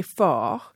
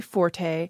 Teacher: Most of the usage panel actually likes it with two, which would not be the French pronunciation. The French would, of course, not say the T. · Shown in: first take · They would say fort.